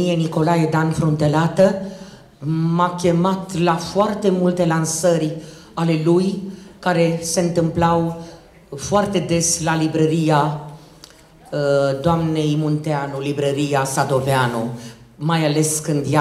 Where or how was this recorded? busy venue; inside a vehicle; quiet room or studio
busy venue